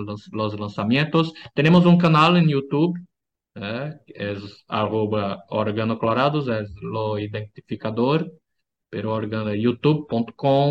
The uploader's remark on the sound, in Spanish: Charlamos via zoom